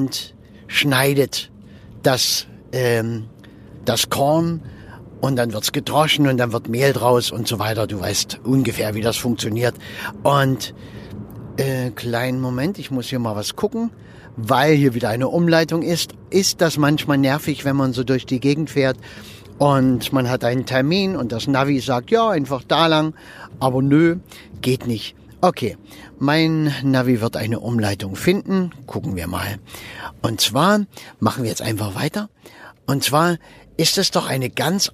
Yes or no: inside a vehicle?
yes